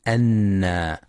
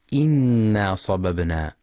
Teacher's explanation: ينتبه القارئ لفتحة الهمزة في كلمة أنا فلا يقرأ إنا صببنا